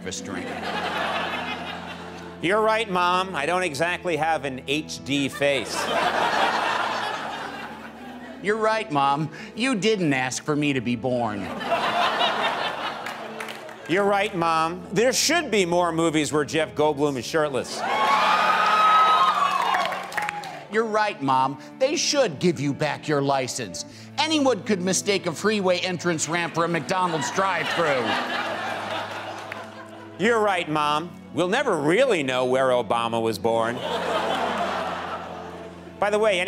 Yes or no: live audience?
yes